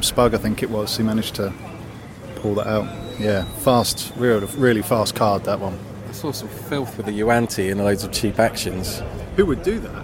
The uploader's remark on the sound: This week's episode was recorded almost entirely live at the UK Games Expo 2018.